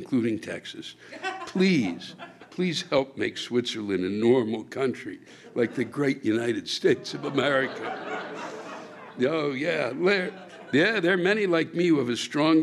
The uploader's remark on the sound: Live From the National Comedy Center